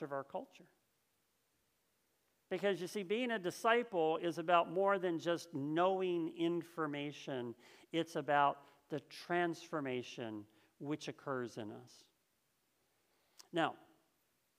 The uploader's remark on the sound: This message was first preached on October 3rd 2021 at Linglestown Life Church in Harrisburg PA.